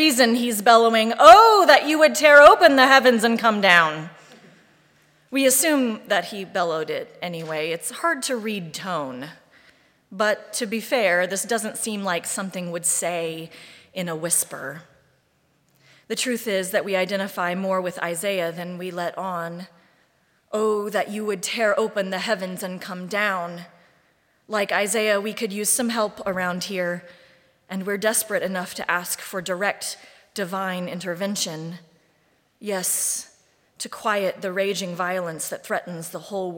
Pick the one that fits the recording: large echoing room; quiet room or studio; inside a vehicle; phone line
large echoing room